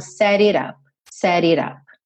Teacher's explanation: Ele reduziu os dois T's